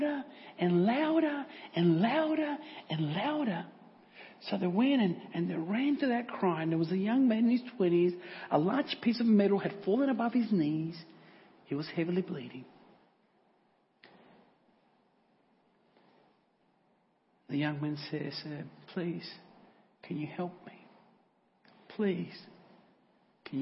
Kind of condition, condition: setting, large echoing room